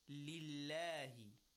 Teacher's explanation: if it is kasra before the lam of Allah, we recite it with tarqiq. Lillahi. A flattened lam.